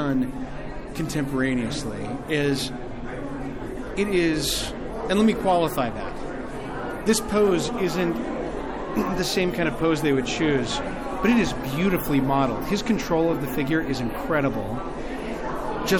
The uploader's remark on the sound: Were fortunate to attend the opening of the 93rd Spring Salon. Live from the Springville Museum of Art.